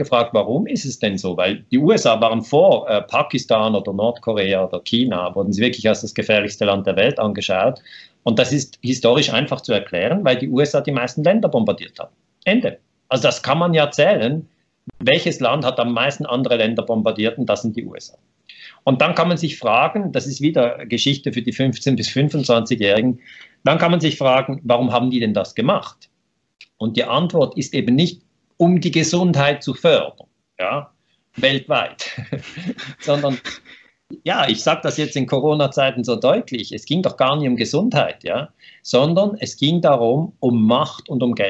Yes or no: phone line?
no